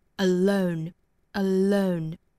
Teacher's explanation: alone 这个舌侧音后面有元音了，所以发成一个了了弹下来的状态 · Term: light L